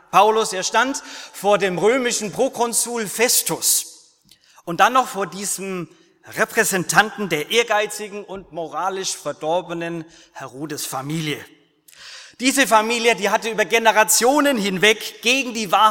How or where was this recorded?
large echoing room